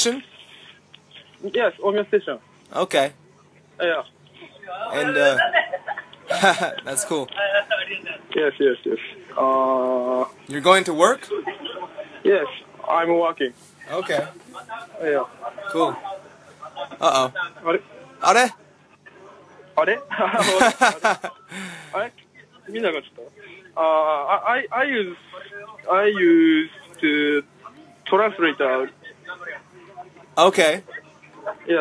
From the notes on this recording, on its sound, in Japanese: 私は自分の部屋で洗濯をしてました。道中で会話が切られてしまいます。会話が始まるのも遅いです。Anchorって言うアプリから録音してて、五分間ずつしか録音しないのは今回で気づきました。